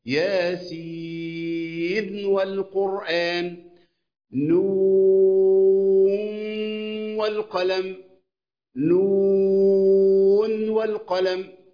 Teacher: اتفق الطريقان على الإظهار في موضع ياسين وفي موضع القلم